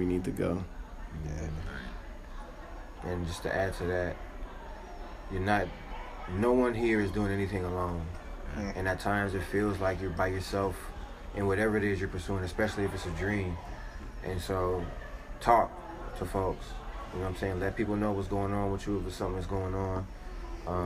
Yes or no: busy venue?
yes